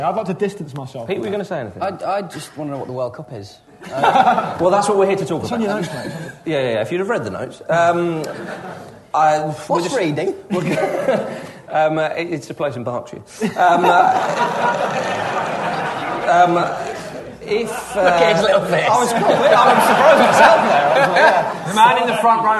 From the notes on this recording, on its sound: A very live Ramble. The team descend on the Arcola theatre in the East end of London to put on a live Ramble in front of a baying and paying crowd.